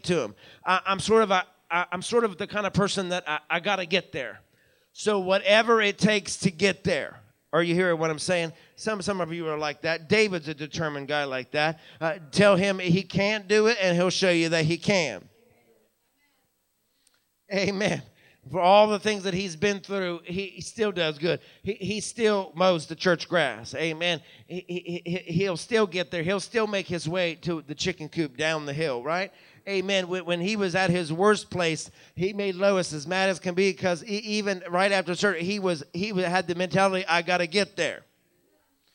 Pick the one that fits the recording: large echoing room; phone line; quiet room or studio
large echoing room